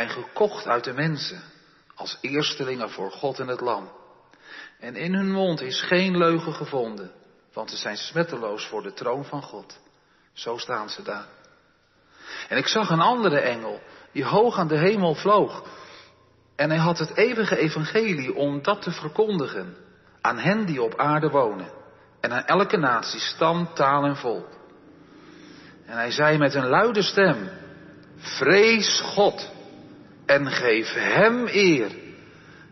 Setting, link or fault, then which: setting, large echoing room